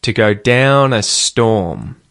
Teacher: Which words am I emphasizing? To go down a storm. Down and storm, right? The rhythm's kind of da-da-da-da-da.